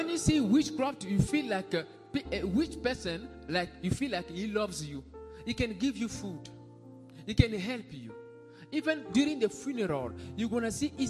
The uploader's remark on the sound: SUNDAY LIVE SERVICE